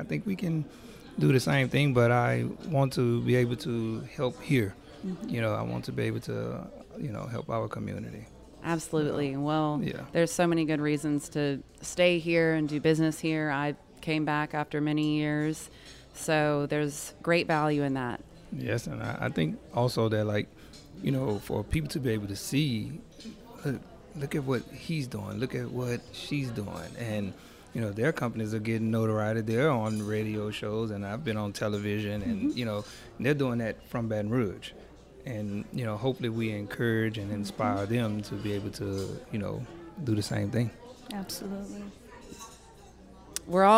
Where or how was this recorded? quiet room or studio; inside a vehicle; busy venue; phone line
busy venue